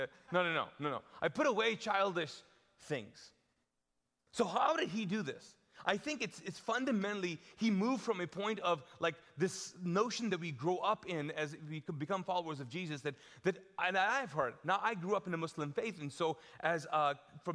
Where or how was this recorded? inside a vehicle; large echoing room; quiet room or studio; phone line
large echoing room